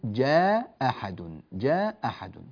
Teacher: إذا كنا نقرأ لقالون طبعا جاء أحد، هنا همزتان متفقتان بالحركة، كلاهما كل أو كلتاهما مفتوحتان، فالحكم هنا لقالون إسقاط الهمزة الأولى، إسقاط الهمزة الأولى، فيقول جاء أحد.